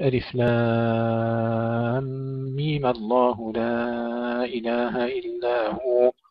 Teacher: تفتح الميم للتخلص من التقاء الساكنين، وطالما أنها فتحت يجوز قصرها، فنقول ألف لام ميم الله لا إله إلا هو، نمد الميم حركتين فقط مدا طبيعيا لأنها تحركت بالفتح، أو على الأصل أو نبقى على الأصل نمدها 6 حركات.